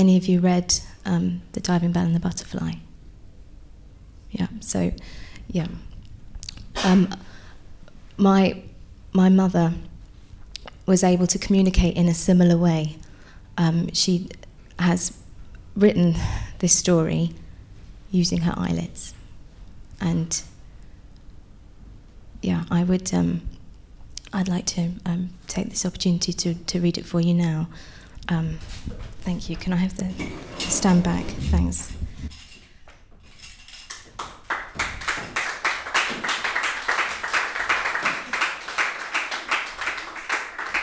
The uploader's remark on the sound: All performances were originally recorded at our shows at The Leicester Square Theatre, The Hackney Attic and The Dogstar in Brixton throughout 2012 and 2013.